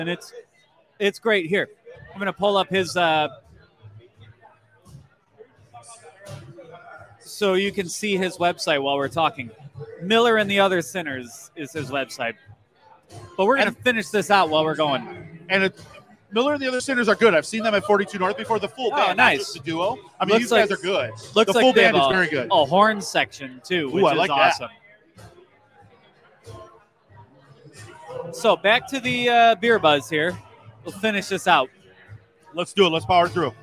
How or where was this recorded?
busy venue